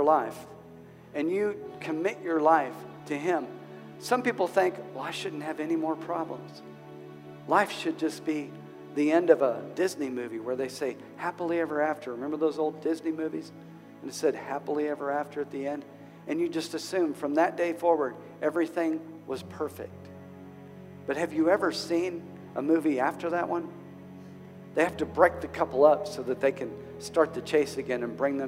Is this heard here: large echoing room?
yes